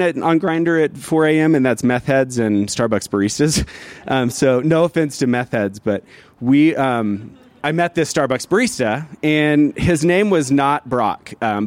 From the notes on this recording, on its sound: This story was recorded live, outside of Buntport Theater